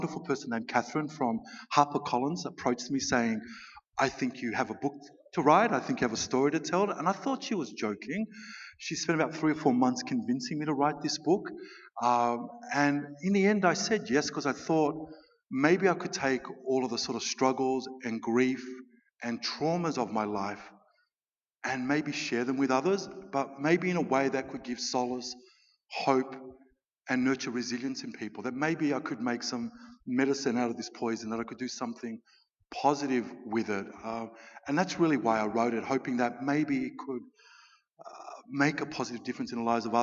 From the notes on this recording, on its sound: At the 2019 Newcastle Writers Festival